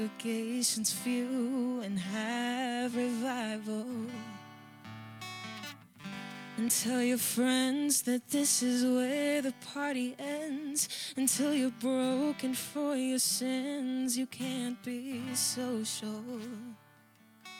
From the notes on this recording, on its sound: Live from our Celebration Ministry Center